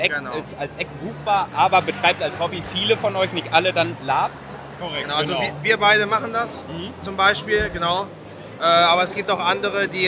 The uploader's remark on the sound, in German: Zum ersten Mal nicht in einem Raum gesessen bei der Aufnahme und zum anderen waren wir unterwegs und haben auf der Epic Con in Münster ein paar Stimmen eingesammelt. Zum ersten Mal nicht in einem Raum gesessen bei der Aufnahme und zum anderen waren wir unterwegs und haben auf der Epic Con in Münster ein paar Stimmen eingesammelt.